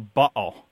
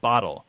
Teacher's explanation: we know glottalization from Cockney · Shown in: first take